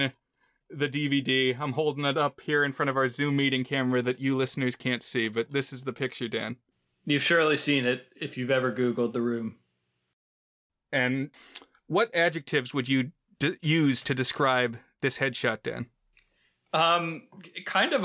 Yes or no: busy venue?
no